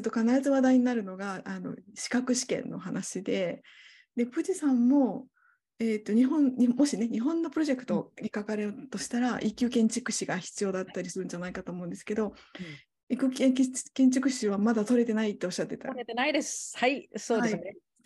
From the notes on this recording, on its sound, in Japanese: 収録場所： オンライン (Zoom)